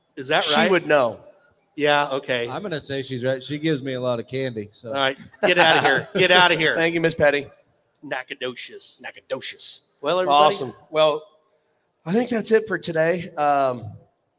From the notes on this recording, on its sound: RümpChät Live at the 2023 NFR